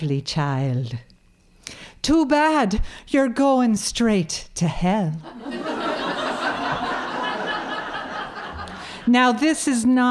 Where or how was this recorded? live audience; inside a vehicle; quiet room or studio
live audience